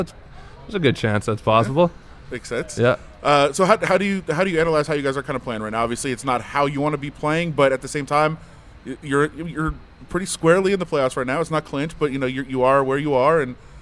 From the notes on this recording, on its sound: We are on location at City National Arena